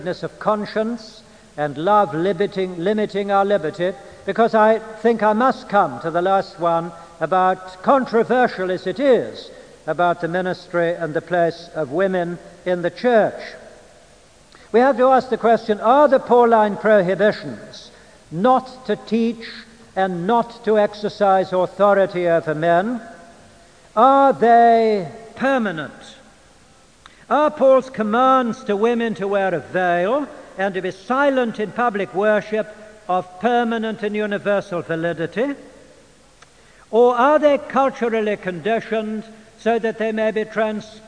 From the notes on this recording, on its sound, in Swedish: Inspelad i Immanuelskyrkan, Stockholm 1992-05-22 klockan 14.